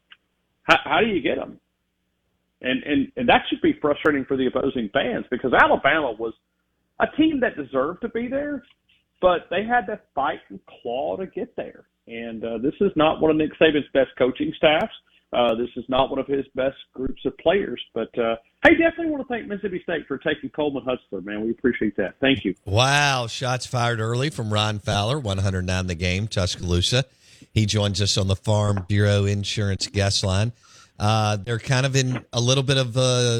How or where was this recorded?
phone line